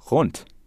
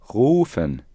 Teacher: The vowel sound U can be pronounced short, as in rund, which means round, or long, as in rufen, which means to call.